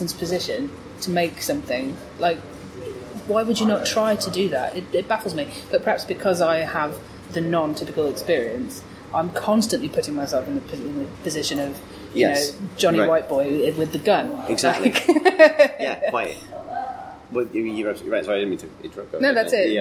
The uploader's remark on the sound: Chats at Rezzed